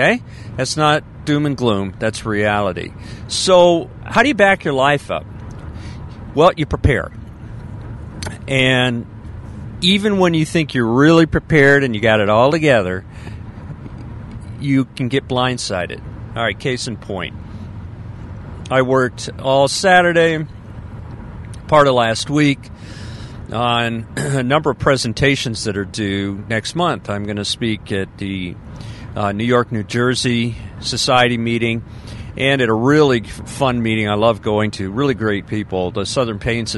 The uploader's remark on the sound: I"m Podcasting in my car, from the coast.